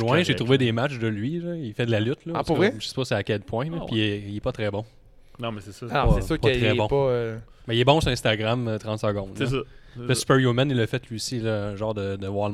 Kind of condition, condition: setting, busy venue